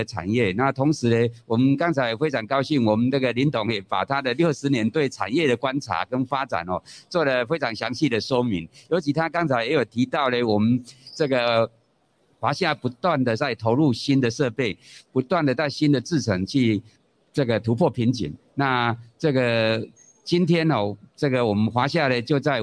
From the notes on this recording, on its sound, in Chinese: 本集節目於2022年「台北國際塑橡膠工業展（TaipeiPLAS）」展期間錄製。於南港展覽館1館同期舉行。